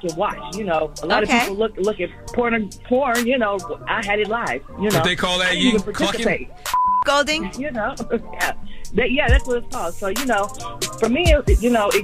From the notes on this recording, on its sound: we opened the phone lines